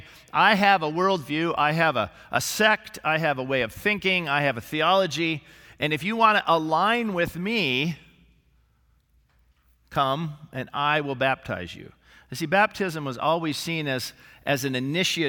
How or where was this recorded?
large echoing room